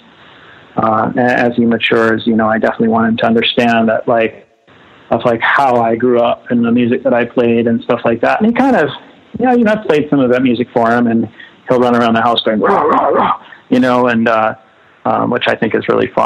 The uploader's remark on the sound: We hang out one afternoon on the phone.